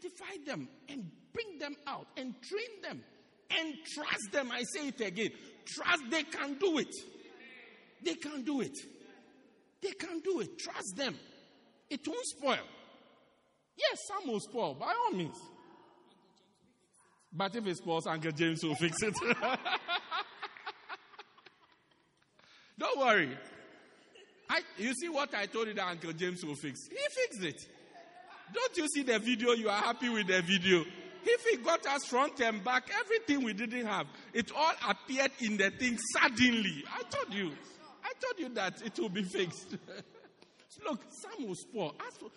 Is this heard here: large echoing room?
yes